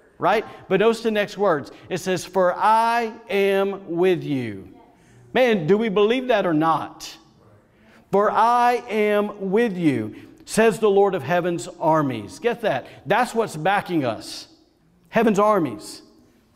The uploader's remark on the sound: recorded on Sunday, January 3rd, 2021, during service at The Anchor Church in Rockport, Maine.